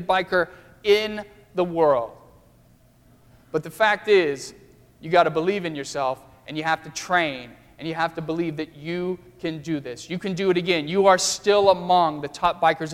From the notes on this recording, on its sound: during the Crossroads service (9:30 am) on Sunday, March 6, 2016, at First Presbyterian Church of Arlington Heights, Illinois.